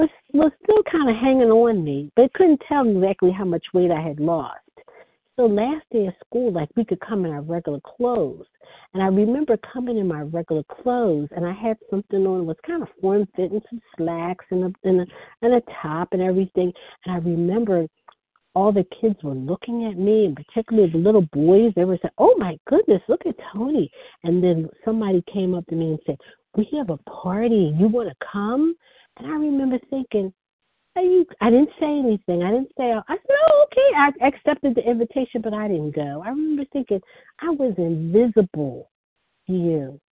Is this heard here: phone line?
yes